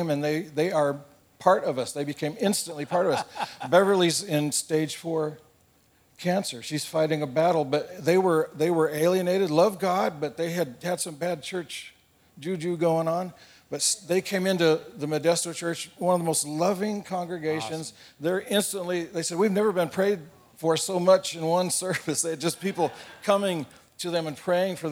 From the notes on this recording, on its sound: A panel of GCC Campus Pastors from all 7 locations. This panel was part of our Inspire Leaders Conference 2022.